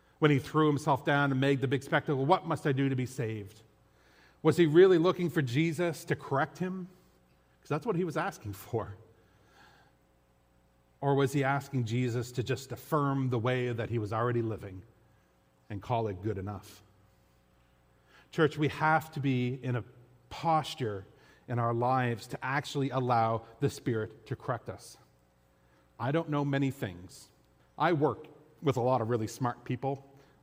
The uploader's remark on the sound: This audio was taken from the August 20, 2023 worship service at FBC Charlottetown.